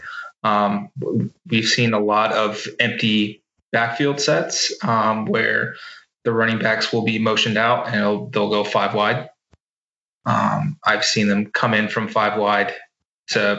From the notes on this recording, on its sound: via Skype